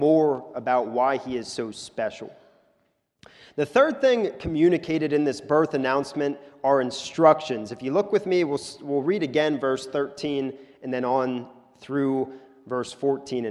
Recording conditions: large echoing room